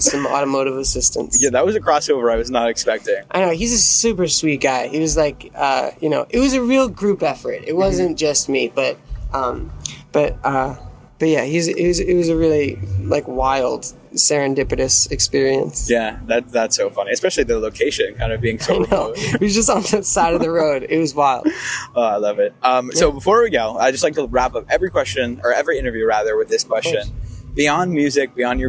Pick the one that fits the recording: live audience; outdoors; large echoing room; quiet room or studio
outdoors